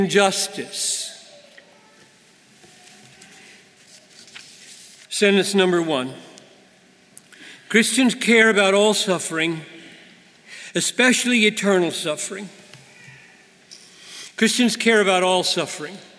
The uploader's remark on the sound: At the 2019 Bethlehem College &amp; Seminary commencement. To the Class of 2019.